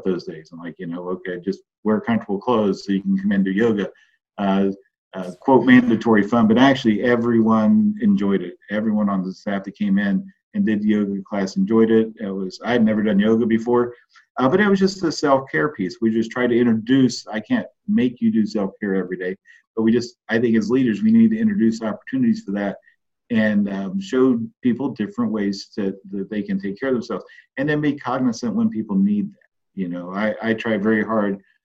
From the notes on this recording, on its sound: I got to sit down (via Zoom).